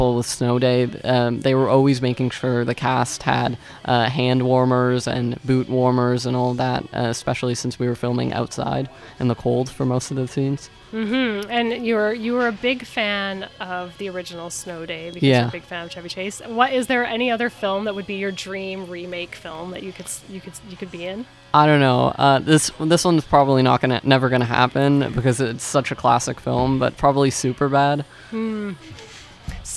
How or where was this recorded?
busy venue